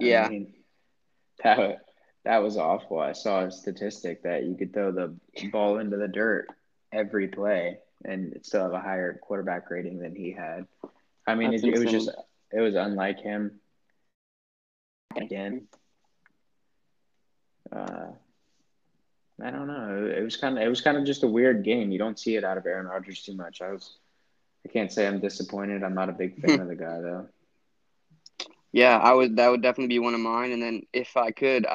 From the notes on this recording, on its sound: We had a connection issue with the app we use to record our podcast so this weeks episode is cut short!